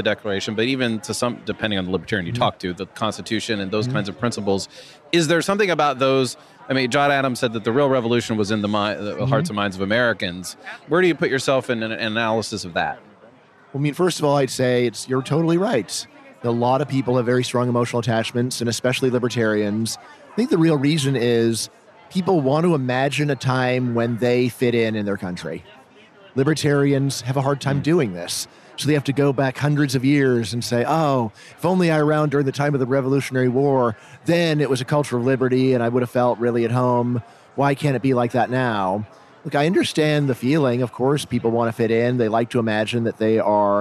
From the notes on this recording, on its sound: This episode was recorded at FreedomFest 2023 in Memphis, TN.